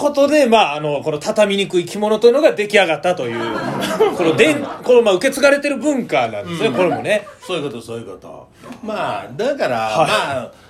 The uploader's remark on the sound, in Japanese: 公開収録！